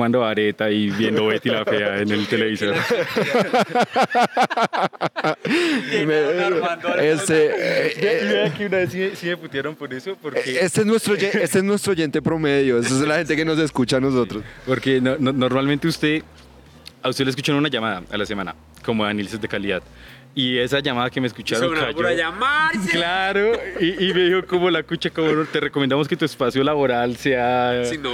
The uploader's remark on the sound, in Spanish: Nuestro primer capitulo en vivo en la calle, hablando enfrente de la gente y seguro de muchas personas que jamás nos han escuchado.